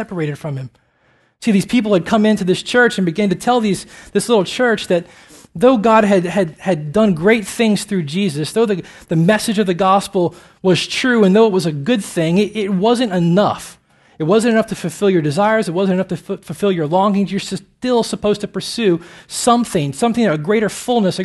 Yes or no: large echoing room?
yes